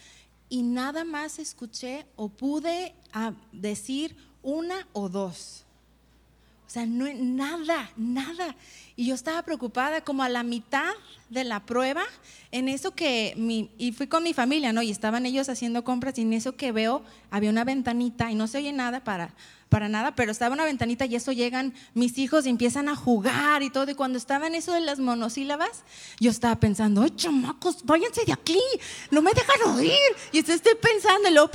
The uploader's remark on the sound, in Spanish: Conferencia En Vivo 2019